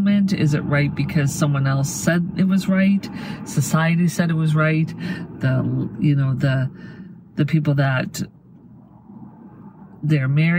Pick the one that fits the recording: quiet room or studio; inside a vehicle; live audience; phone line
inside a vehicle